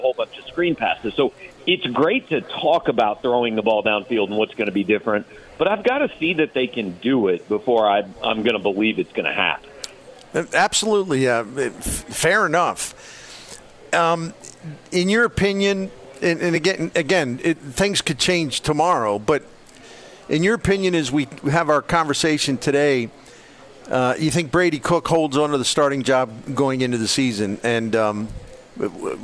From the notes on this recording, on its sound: broadcasts live from Friendly's Sports Bar and Grill at 3971 Bayless Ave.